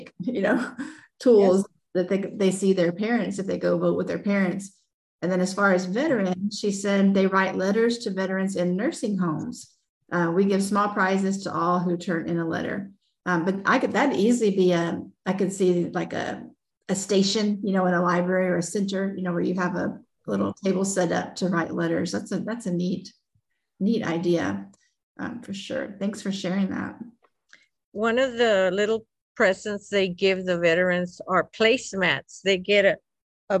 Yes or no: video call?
yes